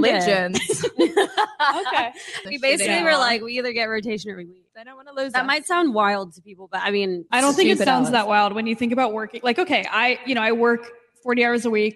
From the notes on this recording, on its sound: Season 3 kicks off with our "Total Ship Show LIVE" from Hail Varsity Club in Omaha, Nebraska.